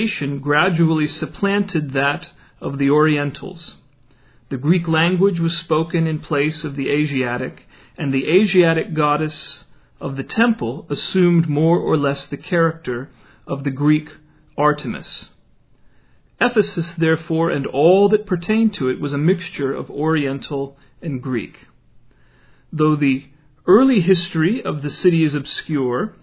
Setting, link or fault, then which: setting, large echoing room